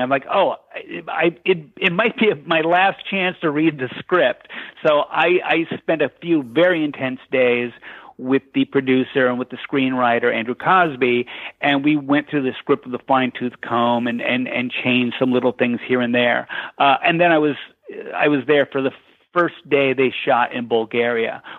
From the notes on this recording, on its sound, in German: in einem Telefoninterview